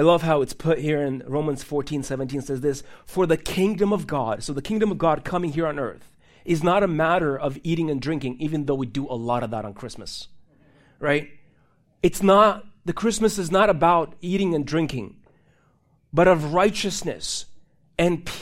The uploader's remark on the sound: These messages are recorded live in churches all around the U.S but primarily at City Hill Church in Bellevue WA.